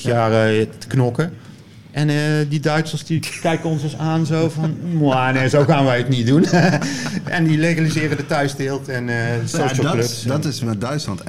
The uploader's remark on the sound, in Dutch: Aflevering met publiek vanuit coffeeshop High Times in Eindhoven.